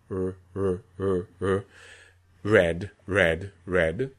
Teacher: There is a bracing of the sides of the tongue against the molars, hence molar R. The upper molars, yes.